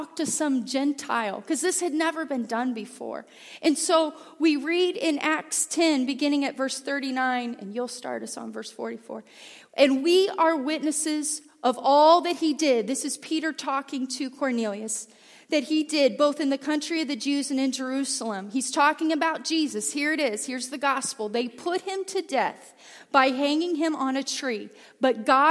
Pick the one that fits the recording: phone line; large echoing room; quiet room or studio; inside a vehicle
large echoing room